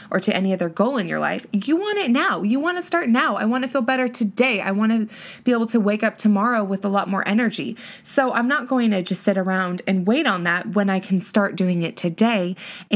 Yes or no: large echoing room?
no